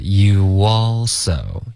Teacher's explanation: you 跟 all 之间会添加一个很轻的 w 音